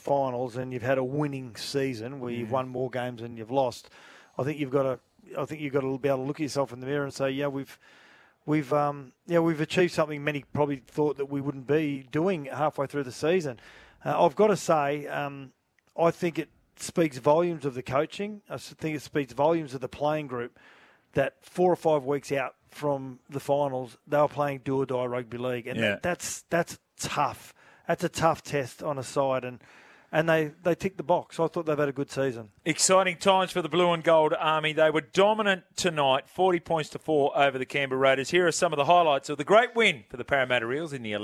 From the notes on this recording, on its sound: Live from Accor Stadium